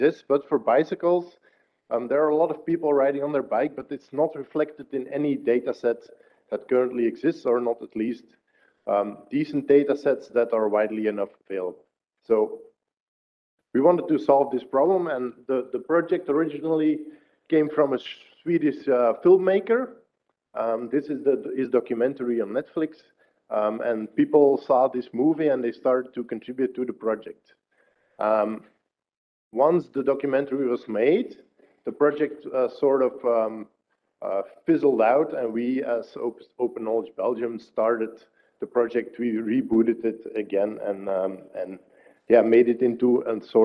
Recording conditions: live audience